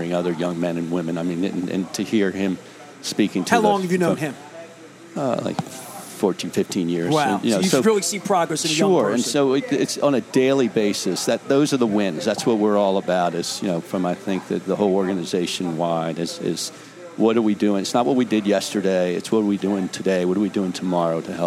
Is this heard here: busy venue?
yes